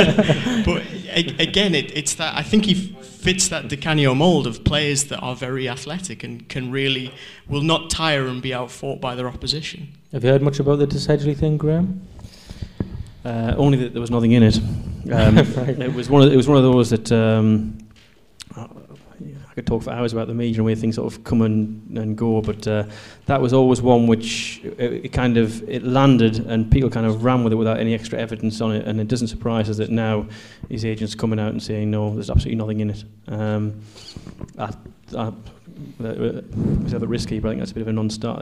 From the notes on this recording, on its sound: Live at The Isis. This is the first live podcast we've done. We recorded in front of a live audience at the Isis, Sunderland. There may be a few pops and squeals in the wrong place, but it was live after all.